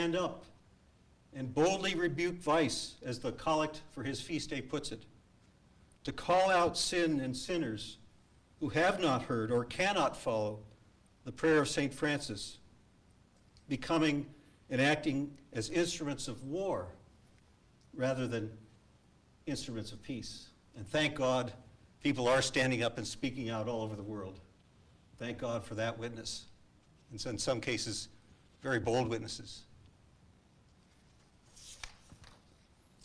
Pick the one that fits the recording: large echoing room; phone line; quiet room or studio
large echoing room